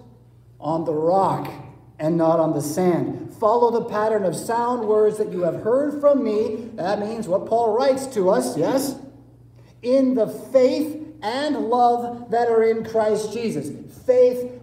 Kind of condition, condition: setting, large echoing room